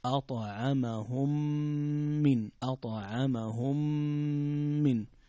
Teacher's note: هنا إدغام متماثلين صغير إدغام شفوي